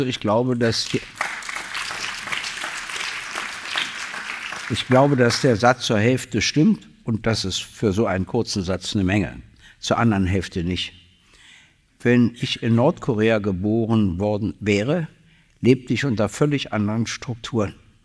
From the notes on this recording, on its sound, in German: Im Babylon Berlin. Ihr Publikum aufgerufen, Fragen zu stellen, welche sie live auf der Bühne beantworten.